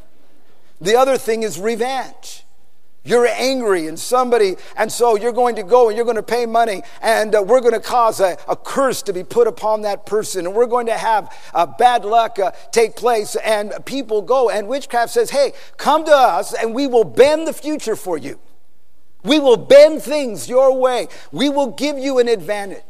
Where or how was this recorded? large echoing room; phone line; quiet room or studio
large echoing room